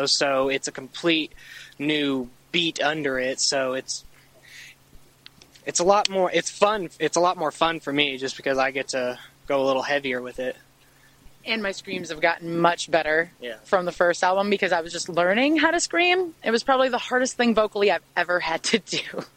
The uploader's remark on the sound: interview recorded in Nashville TN outside Daisy Dukes